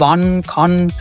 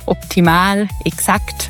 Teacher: im Bayerischen gibt es so zwei verschiedene A-Laute. Das ganz dunkle A, was mehr so in Richtung O geht, so O wie in wann, kann.